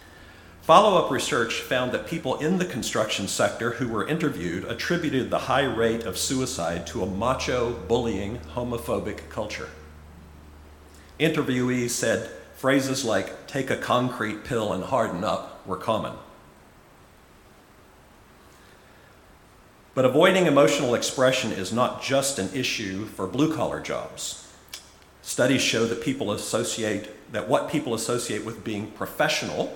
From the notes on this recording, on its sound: Recorded at Auckland Unitarian Church 27 August 2023